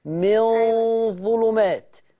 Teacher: والظاء حرف مفخم، يبقى الغنة التابعة مفخمة من ظلمات